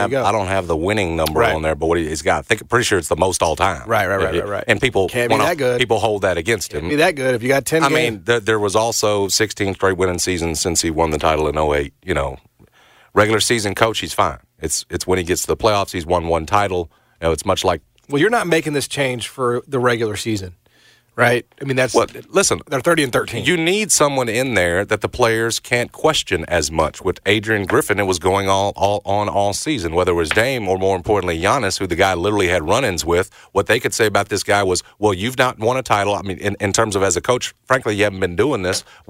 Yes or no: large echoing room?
no